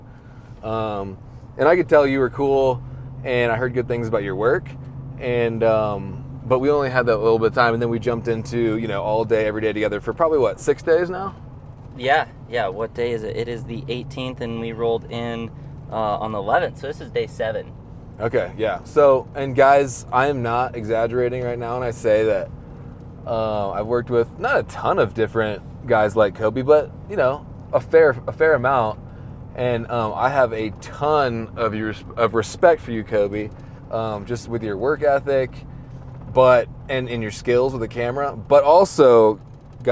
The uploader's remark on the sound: as we are driving down the road